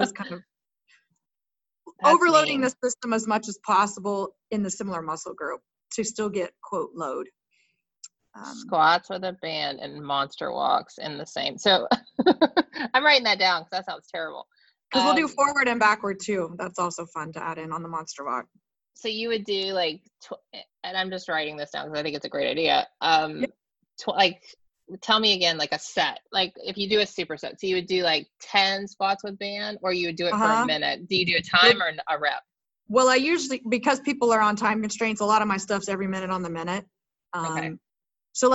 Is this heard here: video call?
yes